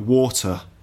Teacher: Definitely a T sound in water. But the R sound at the end of water isn't pronounced. So it's not water, like in the States, for example, but water.